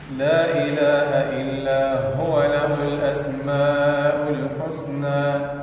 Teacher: هو ضم الشفتين عند الهاء